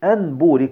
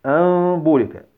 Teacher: الباء وقعت بعد النون الساكنة وتم إفراج الشفتين فخرجت الغنة مع الإخفاء · Shown in: second take · Term: الإقلاب